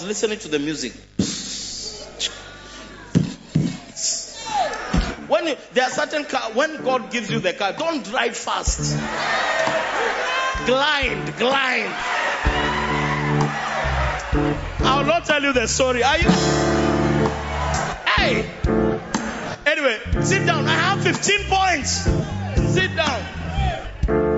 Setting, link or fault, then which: setting, large echoing room